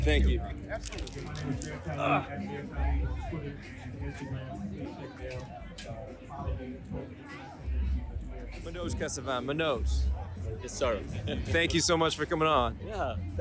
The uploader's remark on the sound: We did spend some time at BOOM Festival and Open Streets 704 in Plaza Midwood. We were able to talk to some of the faces in the crowd.